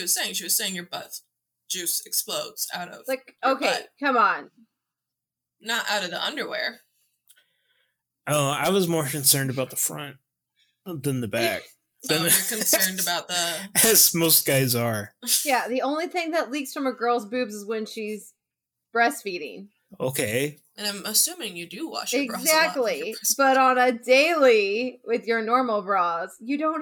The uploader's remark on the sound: We recorded this episode using new software due to having to record remotely. Sorry for the hot audio!